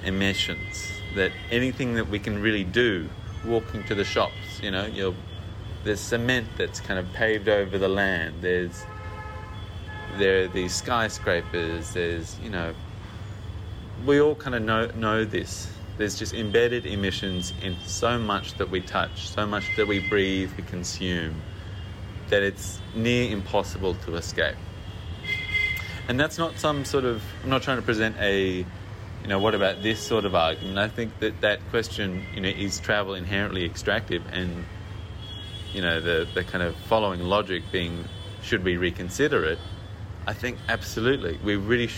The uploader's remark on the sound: We recently exchanged audio messages where we talked about the trip. Me while out walking or on my workday commute. From a rooftop in Lucknow, India.